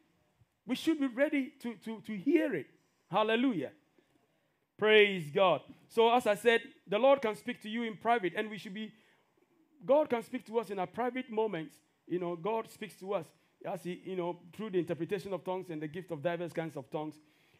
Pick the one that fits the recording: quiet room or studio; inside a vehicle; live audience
live audience